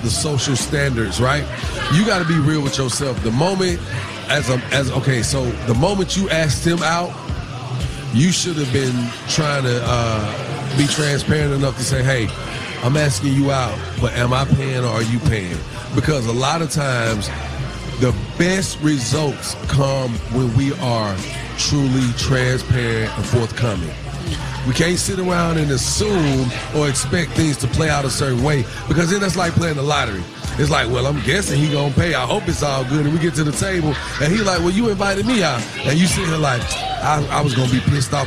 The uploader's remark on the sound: went live from the Breakfast Boys in Atlanta!